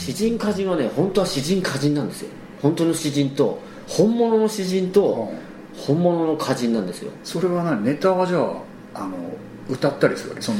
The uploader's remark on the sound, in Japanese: 今回も某カラオケ店にて収録